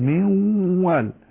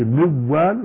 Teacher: من وال هذا إظهار. لو قلت موال هذا إدغام غير غنة. فبما أنه إدغام ذكر فيه الحقة الإدغام، يعني ينبغي أن يكون الإدغام إدغاما كاملا.